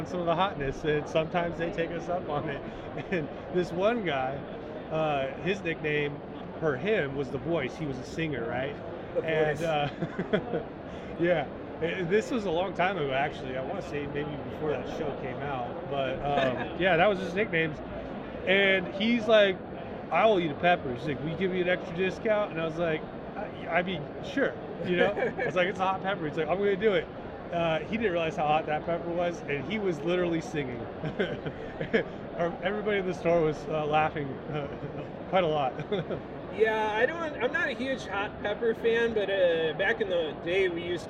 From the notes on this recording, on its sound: Recorded at the 2022 MJ Biz Convention in Las Vegas, last November.